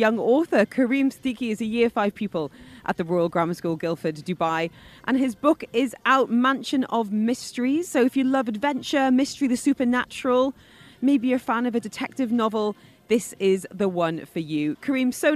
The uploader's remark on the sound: Live from the Dubai International Boat Show.